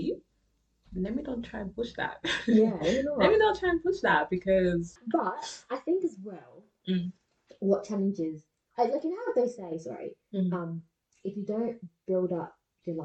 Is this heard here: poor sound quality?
yes